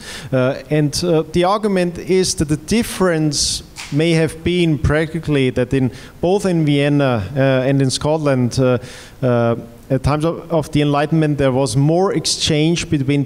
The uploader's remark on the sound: This panel discussion is from the 2018 Annual Meeting of the Property and Freedom Society.